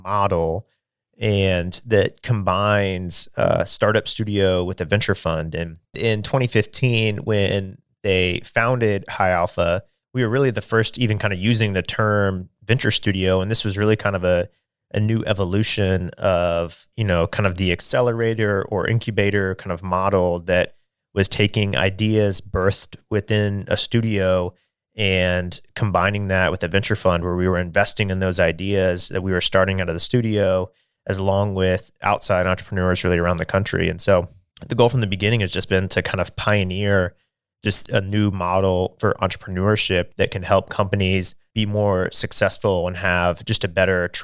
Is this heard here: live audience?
no